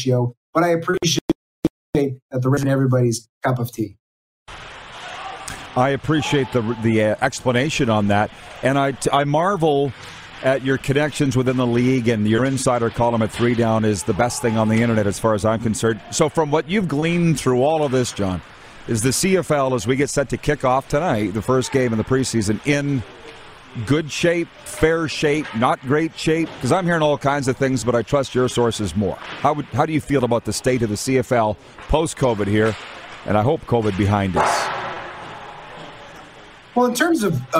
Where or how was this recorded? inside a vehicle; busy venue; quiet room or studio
busy venue